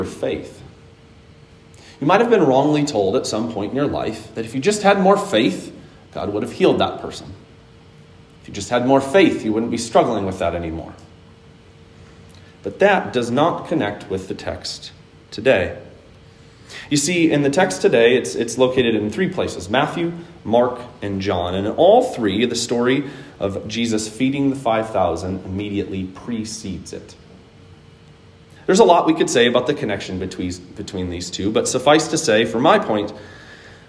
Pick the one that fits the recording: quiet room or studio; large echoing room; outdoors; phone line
large echoing room